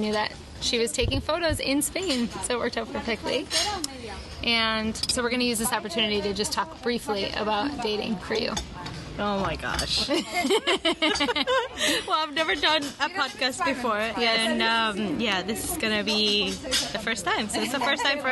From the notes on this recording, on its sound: On the Streets of Spain. Listen in to all the sounds of the city streets and the summer.